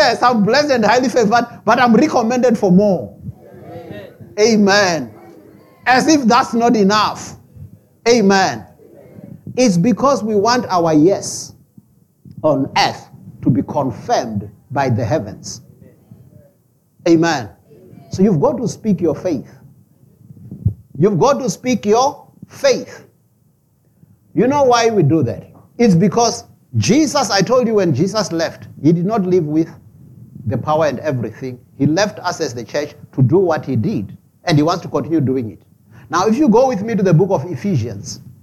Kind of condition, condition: setting, large echoing room